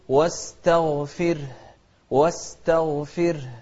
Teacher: شوف الراء لأنها ساكنة وقبلها كسر نرققها، نقول واستغفر، واستغفر.